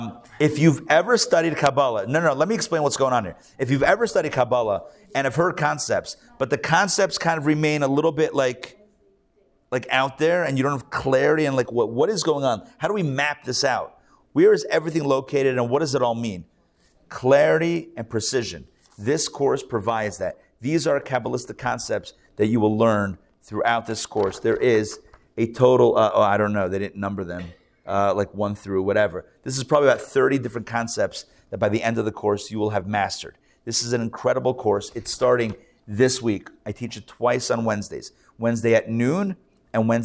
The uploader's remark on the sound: Recorded live at The Torah Center ATL on Sunday, October 22, 2023